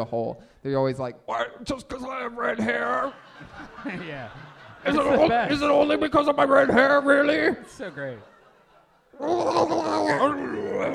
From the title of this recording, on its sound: LIVE FROM TORONTO!